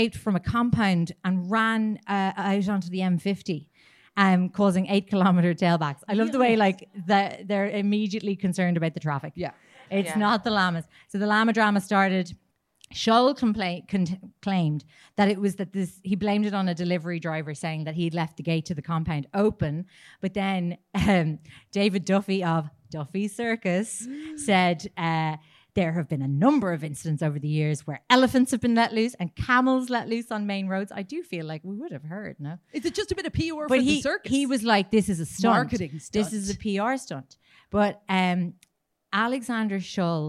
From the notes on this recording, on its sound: LIVE IN CORK an abridged version. We had an absolute blast in Cork THANK YOU to the lovely people that joined us.